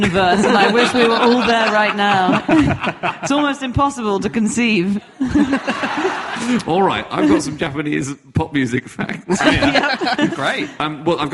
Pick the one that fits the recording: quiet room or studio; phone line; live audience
live audience